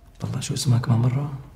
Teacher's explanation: The ayin, you can barely hear it.